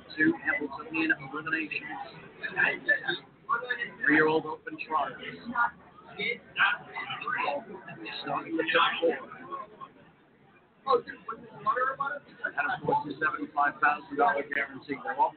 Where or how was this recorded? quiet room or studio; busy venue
busy venue